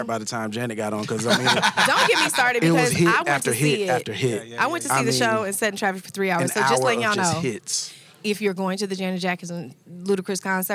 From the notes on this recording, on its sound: live backstage at the 8th Annual Black Music Honors!